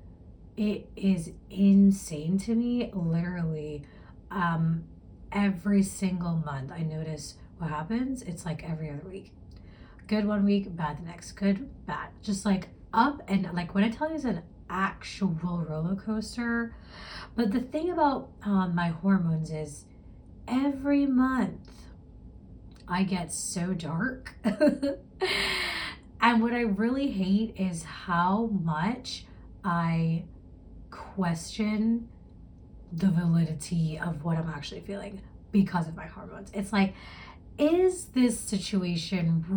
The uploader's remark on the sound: Poor audio in this one because microphone didn't want me to be great!